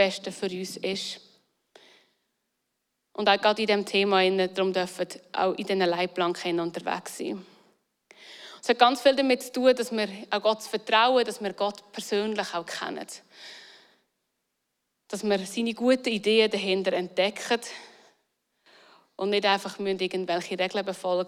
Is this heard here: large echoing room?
yes